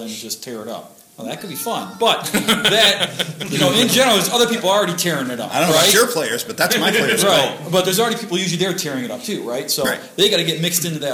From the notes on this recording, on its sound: For those unable to attend U-Con 2015, we present the OSR Panel Discussion presented there